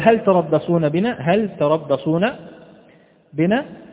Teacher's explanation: فيجب إظهار اللام في كلمة هل وفي قراءة حفص